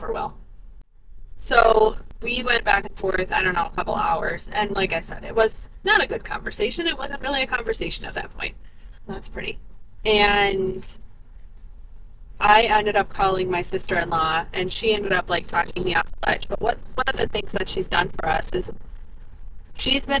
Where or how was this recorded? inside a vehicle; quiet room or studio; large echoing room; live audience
inside a vehicle